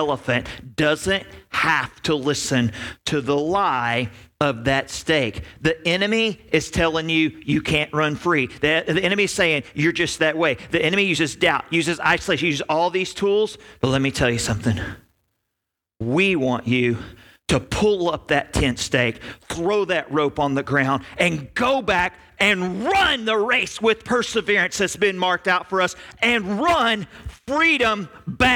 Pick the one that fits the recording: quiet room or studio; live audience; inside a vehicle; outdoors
live audience